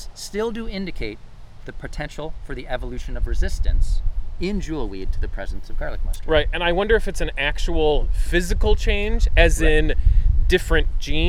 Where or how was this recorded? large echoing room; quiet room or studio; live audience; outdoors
outdoors